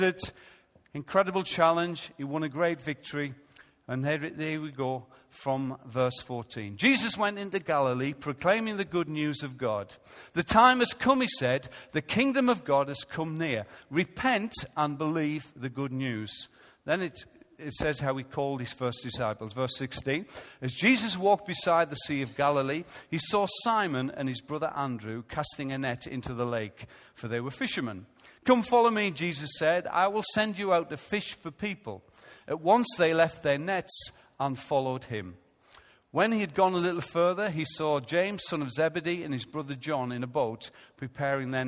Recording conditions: large echoing room